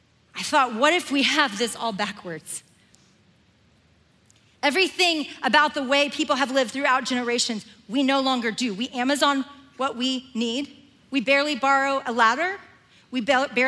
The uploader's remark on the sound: Recorded live at The Grove, a gathering for the women of Atlanta, Georgia, now in its ninth year.